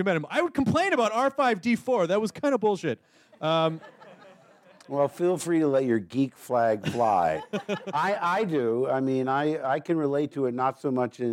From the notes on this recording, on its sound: recorded this in front of a live audience